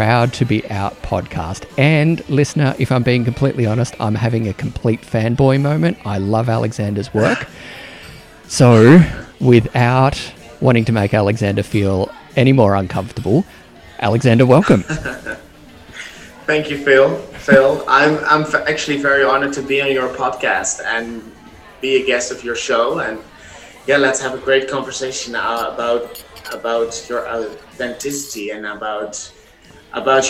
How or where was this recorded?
busy venue